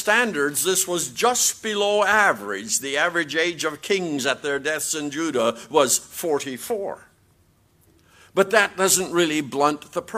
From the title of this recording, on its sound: QTC Chapel Service